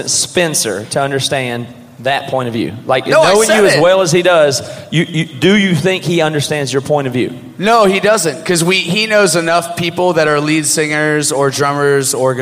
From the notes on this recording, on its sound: BC Live in Tampa.